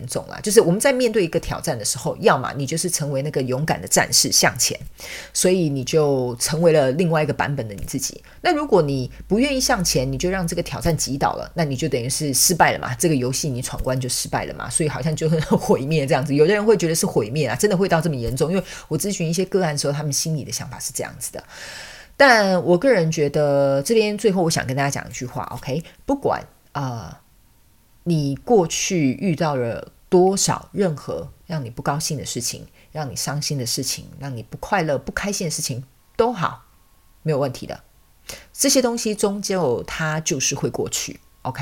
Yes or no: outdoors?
no